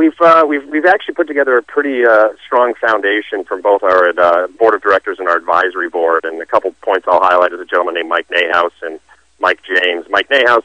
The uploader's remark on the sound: called into SmallCapVoice.